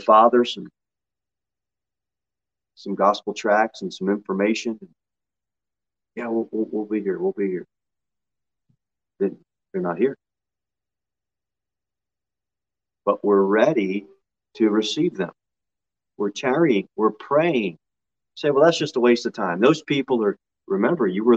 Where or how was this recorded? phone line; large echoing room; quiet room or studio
large echoing room